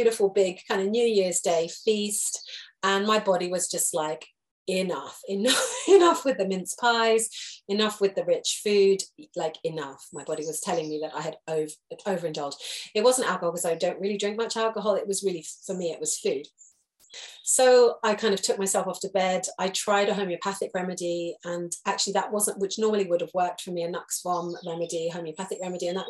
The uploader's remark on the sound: This is a recorded Zoom lesson